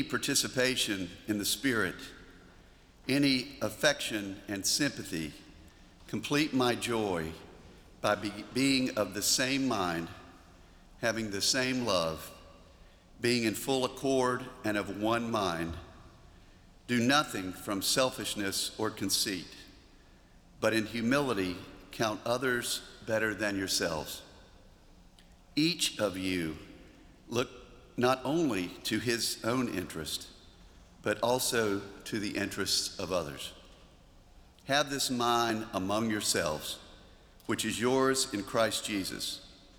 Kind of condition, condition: setting, large echoing room